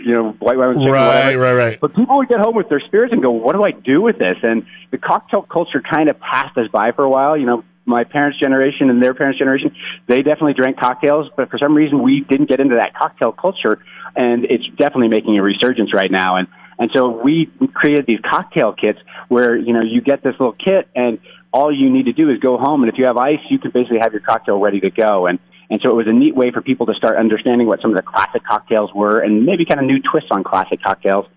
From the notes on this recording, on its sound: called into the morning show today